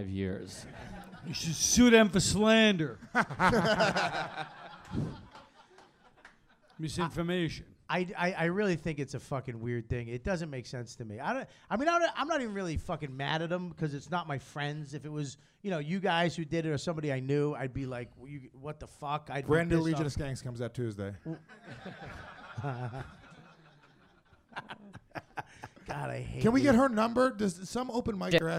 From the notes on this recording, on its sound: YKWD Live at NYC Podfest